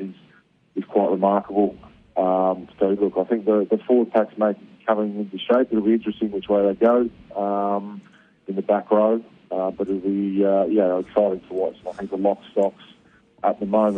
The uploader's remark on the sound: phones